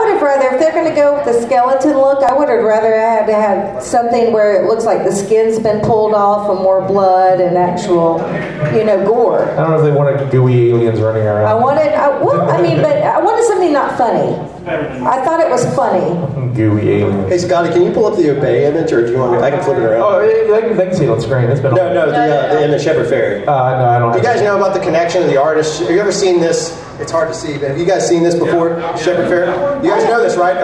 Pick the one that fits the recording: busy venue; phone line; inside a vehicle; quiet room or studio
busy venue